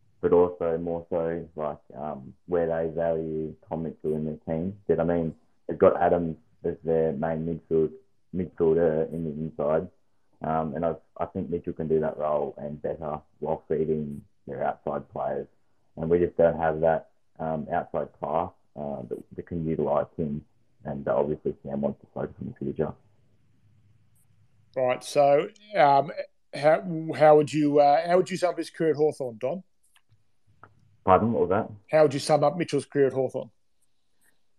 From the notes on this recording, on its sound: live on Twitter Spaces each week